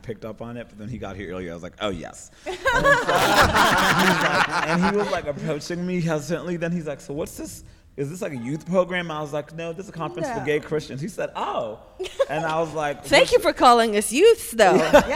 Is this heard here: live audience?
yes